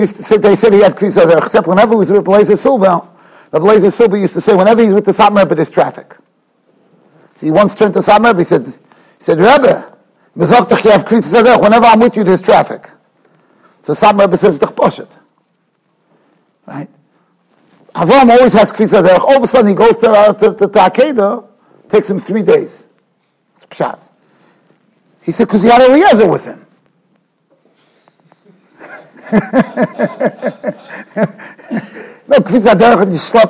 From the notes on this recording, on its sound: Shiur recorded in Yeshivas Ohr Reuven, Monsey, NY.